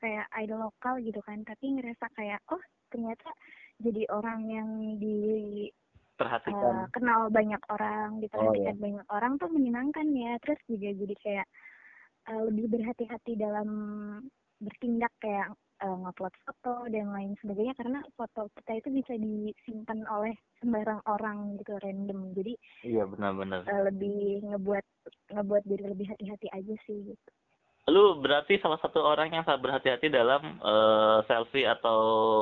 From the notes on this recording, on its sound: By phone ditengah wabah Covid 19.